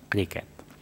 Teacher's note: en llenguatge col·loquial se sol usar com a paraula plana, reproduint la pronúncia anglesa